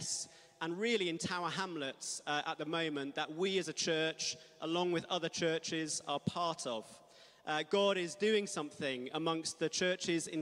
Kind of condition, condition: setting, large echoing room